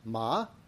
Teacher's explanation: And then second tone is rising